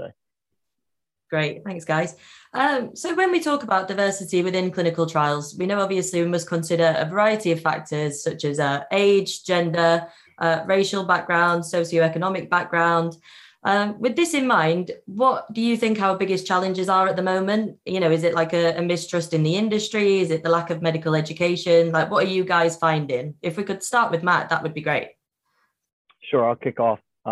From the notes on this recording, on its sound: We spoke to a panel including three clinical trial experts in a live webinar.